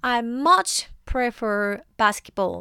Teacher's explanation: Notice how much is stressed to show that the speaker really likes basketball.